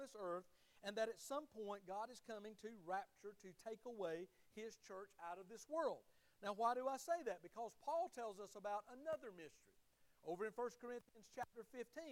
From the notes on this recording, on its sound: Sermon of the Sunday morning service at Liberty Baptist Church. Liberty Baptist is a wonderful, growing, and encouraging body of believers just outside Tifton in the Harding community.